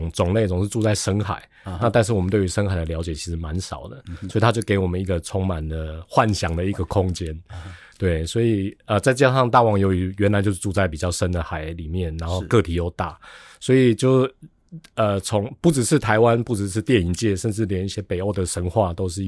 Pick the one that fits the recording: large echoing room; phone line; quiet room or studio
quiet room or studio